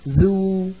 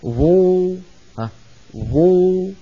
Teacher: والخلف بينهما في أن الذال منفتحة مستفلة والظاء مطبقة مستعلية